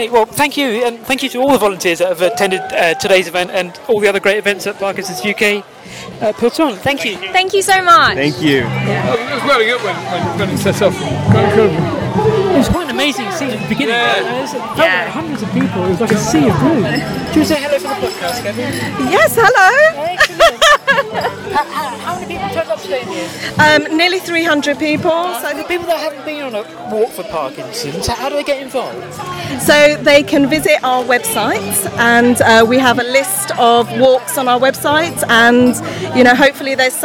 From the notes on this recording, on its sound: Join 300 people Walking For Parkinson’s at London's Battersea Park.